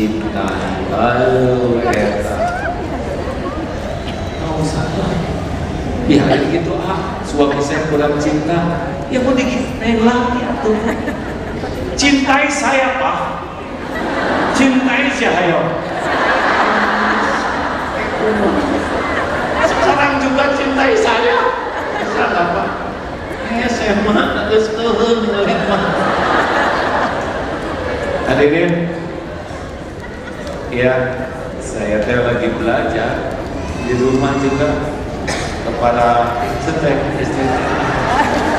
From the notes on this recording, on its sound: live dari Masjid TSM Bandung